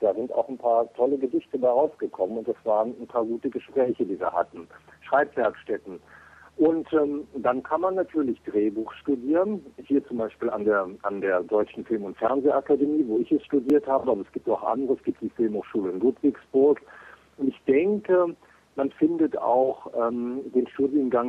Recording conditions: phone line